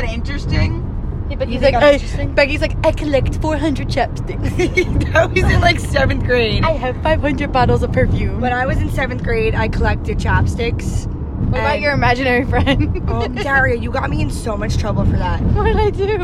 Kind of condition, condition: setting, inside a vehicle